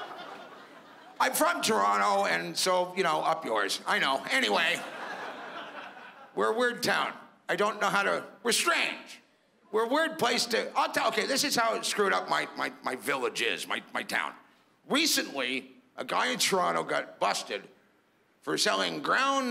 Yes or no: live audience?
yes